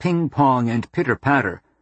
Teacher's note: the vowels for which the tongue is high and in the front always come before the vowels for which the tongue is low and in the back